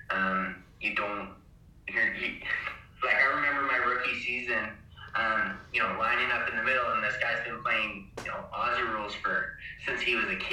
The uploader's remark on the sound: recording was hard to do